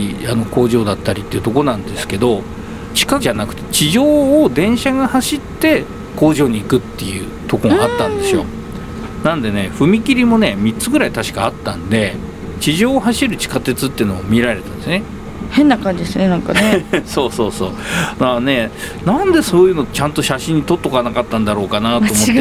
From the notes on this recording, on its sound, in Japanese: 大田区・川崎。その後はいよいよかつて住んでいた街・西馬込へ・・・。新旧の車両工場をブラブラ歩きながら。